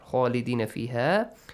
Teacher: Khalidina fiha, kha has a heavy sound